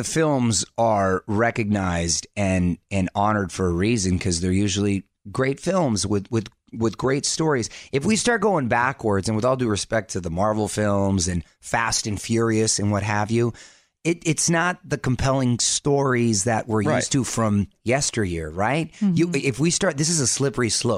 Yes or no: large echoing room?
no